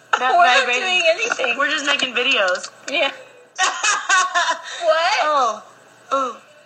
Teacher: you can hear the strain and dryness in her laughter